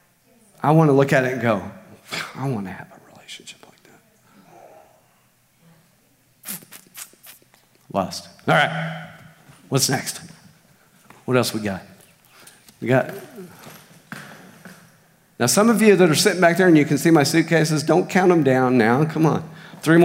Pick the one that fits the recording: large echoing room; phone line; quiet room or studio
large echoing room